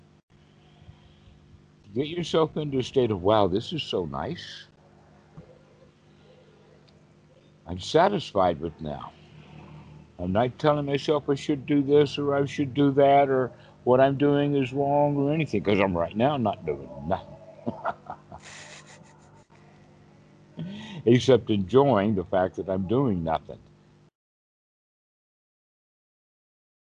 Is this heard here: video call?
yes